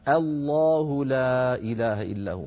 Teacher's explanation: رقق الهمزة ثم فخم اللام